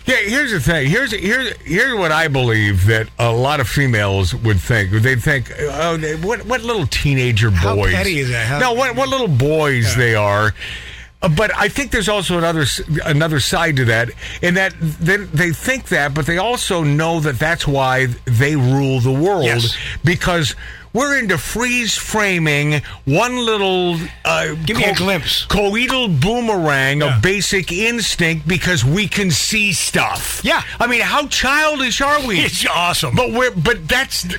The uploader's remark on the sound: A Ribald, unplanned phone call